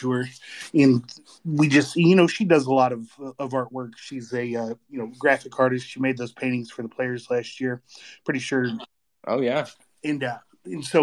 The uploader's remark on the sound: Twitter Space